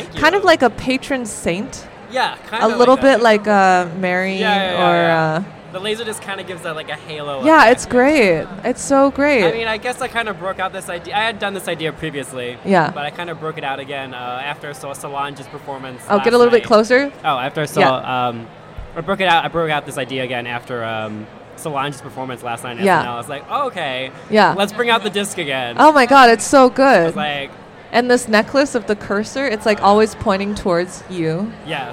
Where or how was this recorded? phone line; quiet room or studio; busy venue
busy venue